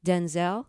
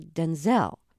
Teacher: more emphasis on the second syllable · Shown in: second take